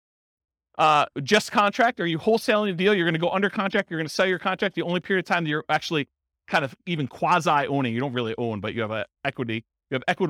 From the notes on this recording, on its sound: This was a live class recorded